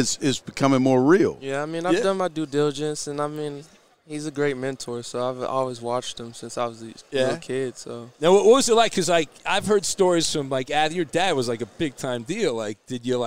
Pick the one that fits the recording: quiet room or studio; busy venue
busy venue